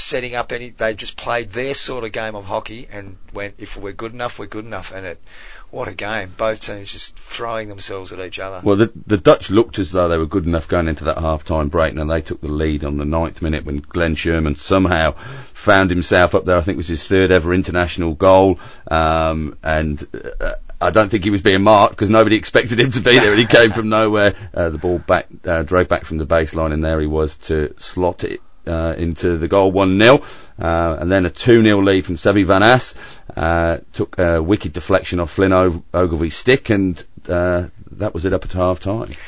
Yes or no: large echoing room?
no